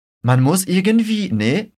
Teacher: É legal observar que, além de uma expressão bem interessante, a gente tem uma marca típica de oralidade, que é ni no finalzinho da frase. É como se fosse o nosso né do português, só que sem fazer o som de é aberto, mas sim fechado.